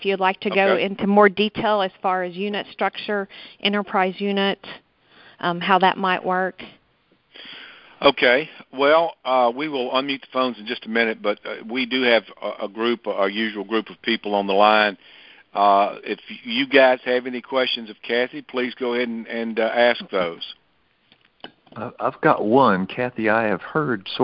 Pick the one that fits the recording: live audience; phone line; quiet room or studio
phone line